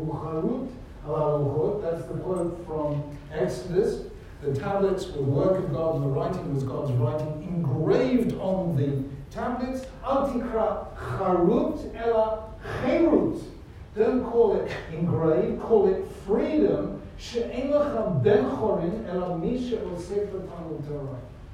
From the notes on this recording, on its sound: This shiur was delivered at University College London on 20th March 2018, as organised by London J-Soc.